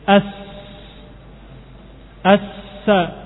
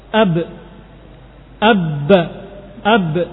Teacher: Maka sifat pada sin, nafasnya mengalir. Sifat pada ba, nafasnya tertahan.